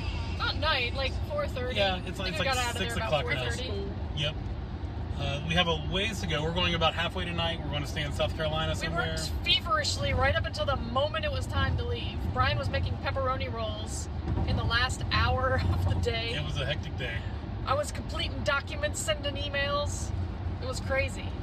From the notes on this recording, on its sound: Recorded live from our car. NOTE: The audio for this recording did not work out as planned so please excuse the poor quality.